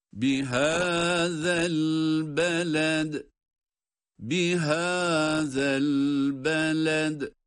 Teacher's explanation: Haza kelimesinde peltek okunan zal var. Sonrasında da elbeled kelimesinde de dal harfi kalkale ile okunmakta.